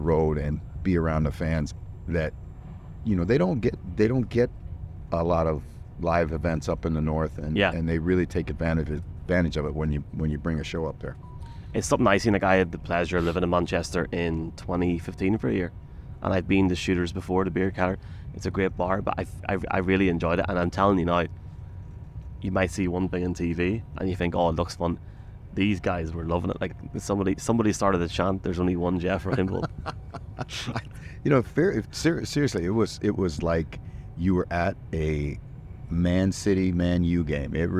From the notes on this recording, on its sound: Live podcast from a train somewhere in Scotland. A train at 6:45am in the middle of nowhere, as they are on the way to Scotland.